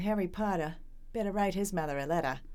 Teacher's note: so they all lose their R's